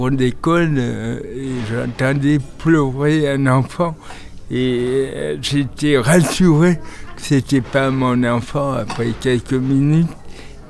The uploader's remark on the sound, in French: En Direct Du Forum A Ciel Ouvert. PODCAST des entretiens exclusifs enregistrés au FORUM A CIEL OUVERT.